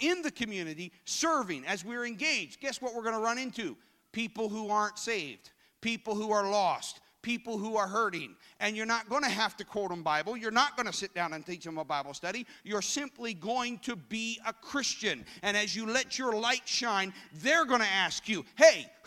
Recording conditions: large echoing room